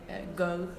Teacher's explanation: it would be voiced velar plosive, which would be the one in go, the first sound